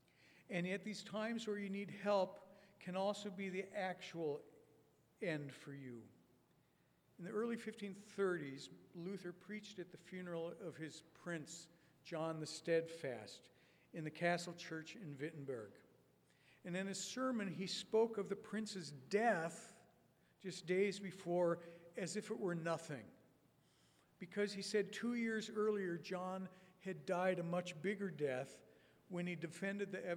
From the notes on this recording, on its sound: A talk from the 15th Annual Mockingbird Conference in NYC.